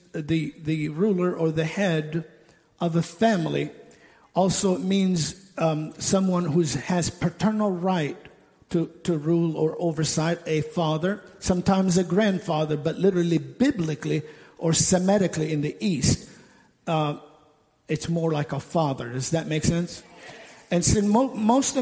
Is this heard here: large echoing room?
yes